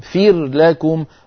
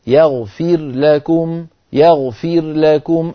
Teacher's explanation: افصل صوت الراء عن صوت اللام، ولا تدخل الراء في اللام · Shown in: second take